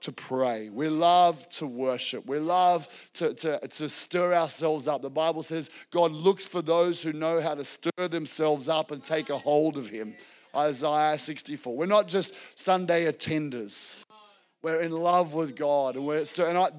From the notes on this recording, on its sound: This was recorded in our Melbourne East service on the 5th of February, 2023